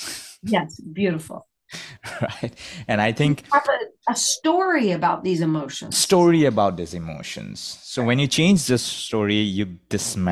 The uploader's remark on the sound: Live group coaching via Zoom.